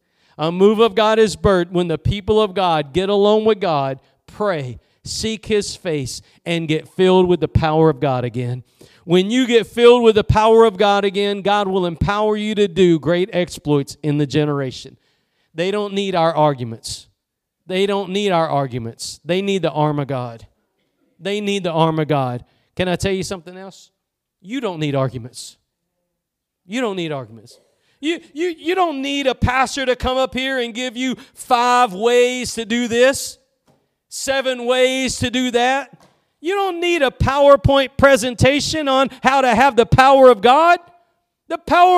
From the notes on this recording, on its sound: Preached at Gospel Lighthouse in Bossier City, La.